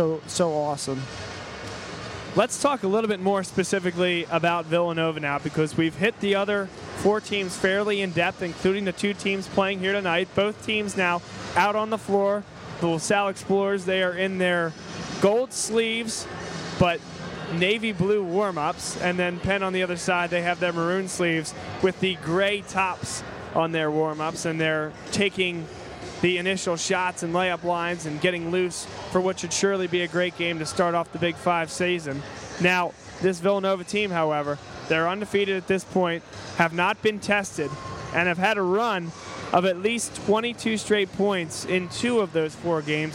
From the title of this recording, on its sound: Live From The Palestra